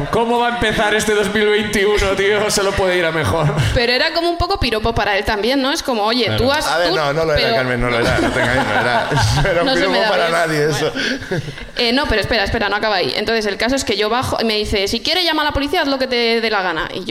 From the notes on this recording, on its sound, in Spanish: El público de Madrid también sube